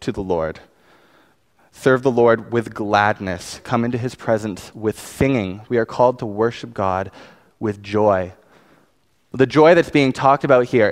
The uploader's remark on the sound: Preached on May 5, 2019 at West Highland Baptist Church